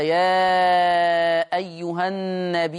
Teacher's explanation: يقرأها ورش بالهمزة، فتمد الياء مدا مشبعا، أي يشبع في هذه الحالة المد المتصل